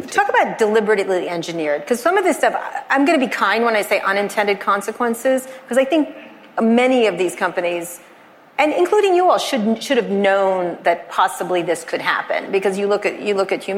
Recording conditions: live audience